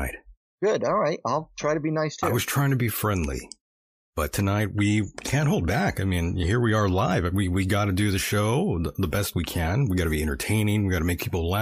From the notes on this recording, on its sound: There were a lot of technical issues that plagued the program